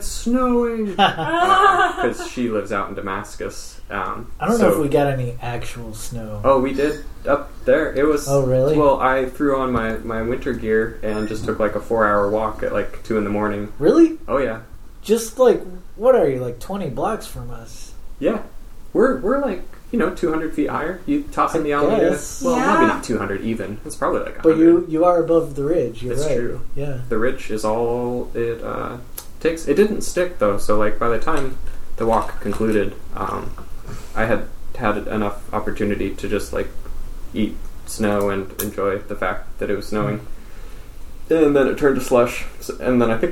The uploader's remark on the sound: so expect some room tone in the audio this week